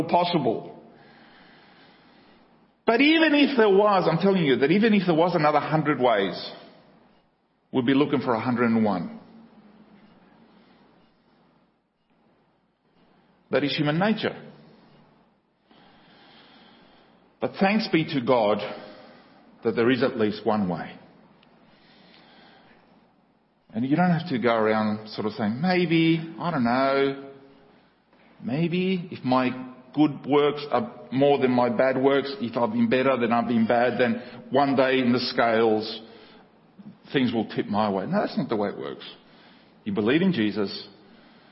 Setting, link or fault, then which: setting, large echoing room